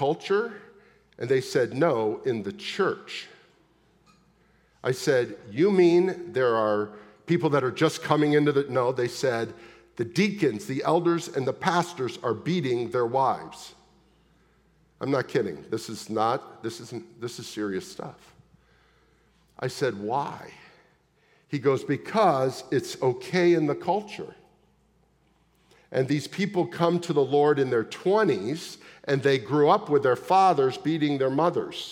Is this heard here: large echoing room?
yes